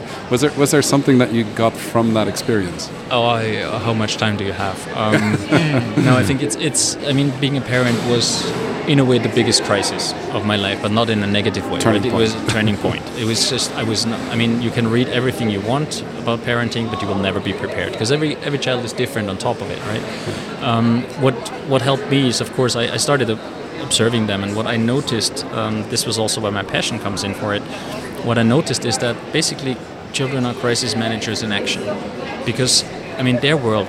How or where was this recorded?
busy venue